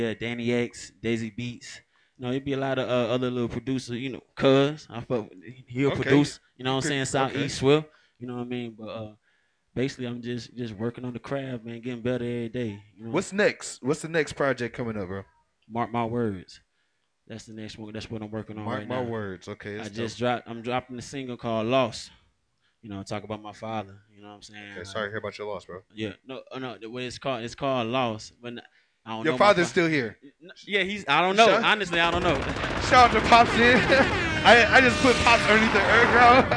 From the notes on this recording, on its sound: live at Bailey’s BBQ in Stone Mountain, GA